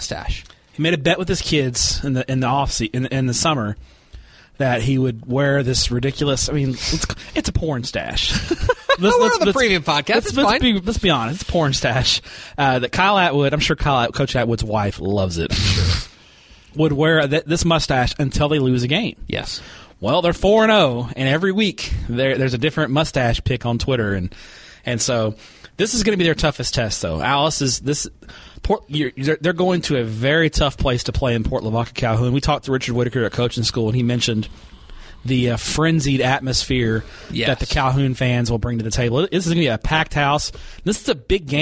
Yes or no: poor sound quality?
no